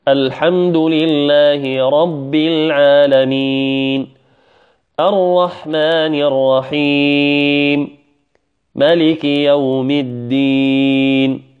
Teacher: هذا المد يجوز لك أن تمده حركتين، المد العارض للسكون لك أن تمده حركتين أو أربع أو ست · Term: مد عارض للسكون